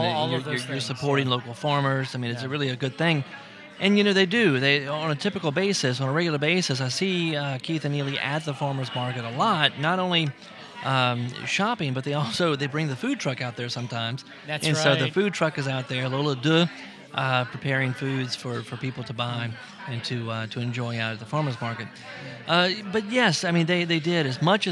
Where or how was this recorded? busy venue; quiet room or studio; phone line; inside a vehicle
busy venue